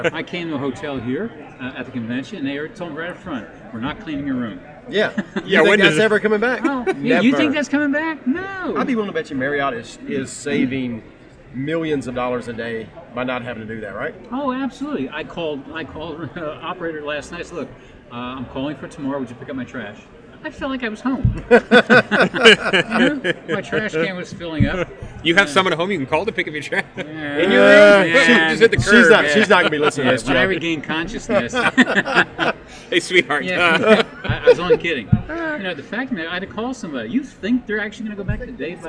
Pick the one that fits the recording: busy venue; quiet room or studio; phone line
busy venue